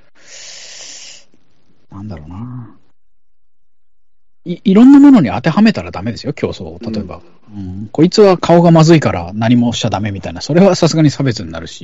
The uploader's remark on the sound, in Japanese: １２周年の記念で、思い出を語りながらリモート飲み会を収録。